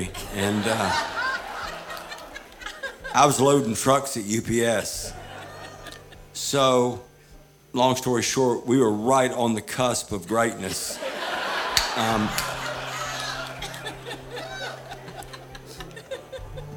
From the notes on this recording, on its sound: Live in Concert. Recorded on a warm night in Alpharetta, Georgia, we'll remember this one for a long time.